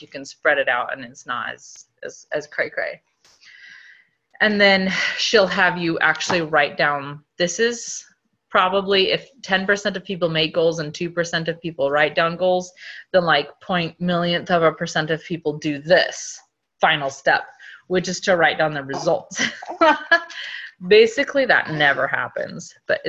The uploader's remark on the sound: Team get-together on Zoom to kick off the new year.